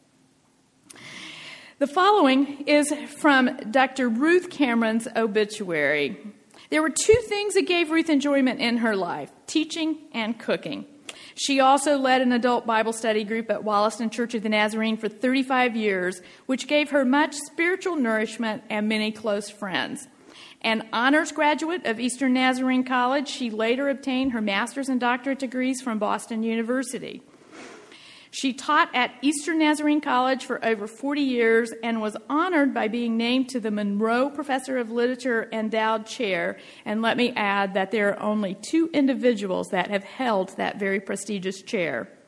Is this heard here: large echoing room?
yes